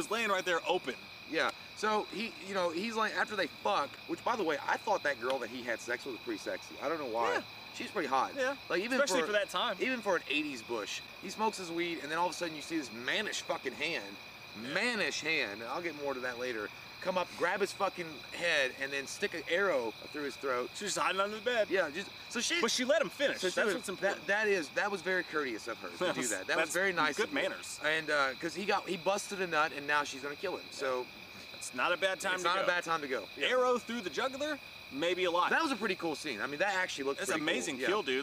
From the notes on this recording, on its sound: An outdoor recording of our in depth FRIDAY THE 13th review.